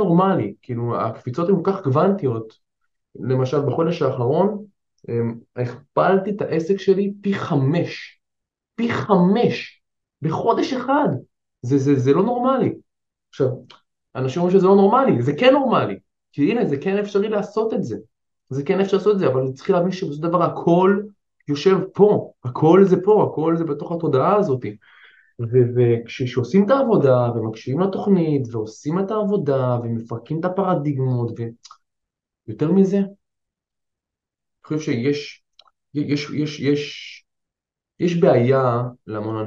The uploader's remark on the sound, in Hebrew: אני בהרצאת ZOOM